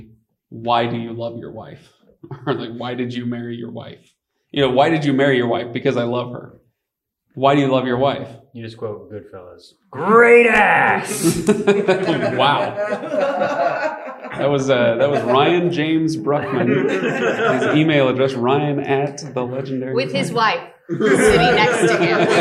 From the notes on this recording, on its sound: LIVE in Portland. We did a live episode. Such fun to have the audience interaction.